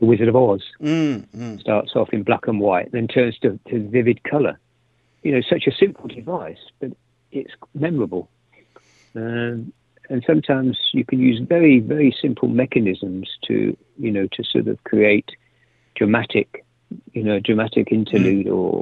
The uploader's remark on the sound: After the Society was arrested and put into holding. Used his one phone call to interview.